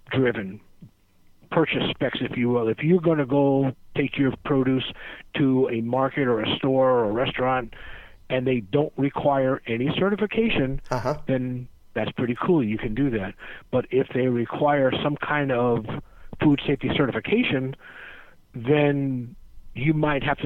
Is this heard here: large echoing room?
no